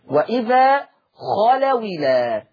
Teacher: لما تبقى الهمزة مكسورة واشيلها واخد الكسرة هحطها فين؟ هحطها على الواو، فتصير واو مكسورة · Term: النقل